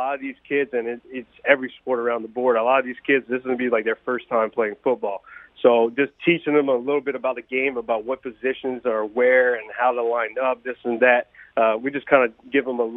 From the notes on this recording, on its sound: We go to the phone lines for 3 good ones.